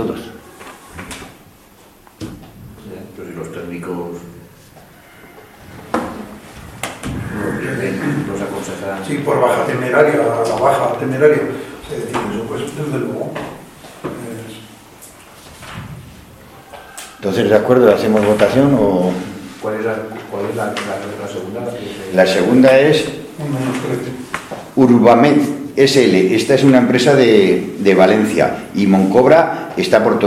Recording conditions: large echoing room